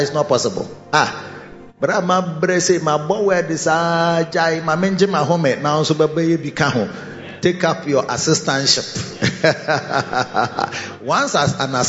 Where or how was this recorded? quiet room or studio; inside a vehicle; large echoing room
large echoing room